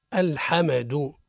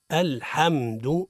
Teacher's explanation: الصواب هو حاء الحمد. ويقع الخطأ في الميم من أوجه قلقلة الميم · Shown in: first take · يقولون الحمد، هذا خطأ.